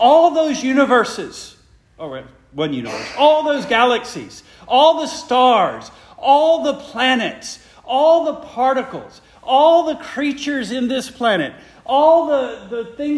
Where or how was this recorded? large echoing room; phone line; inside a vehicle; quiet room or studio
large echoing room